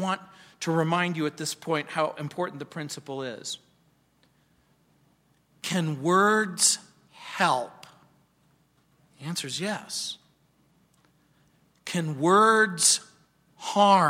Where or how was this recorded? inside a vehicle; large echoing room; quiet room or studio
large echoing room